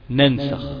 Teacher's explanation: النون الاولى محركة بفتح فيها غنة، بس غنة بسيطة جدا جدا جدا جدا، انقص ما تكون، اسمها غنة انقص ما تكون.